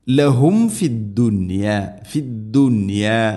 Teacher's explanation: സാക്കിന മീമിന് ശേഷം വ അല്ലെങ്കിൽ ഫ വന്നു കഴിഞ്ഞാൽ രണ്ട് ചുണ്ടുകൾ തമ്മിൽ തട്ടിച്ച് മീമിനെ പൂർണ്ണമാക്കണം.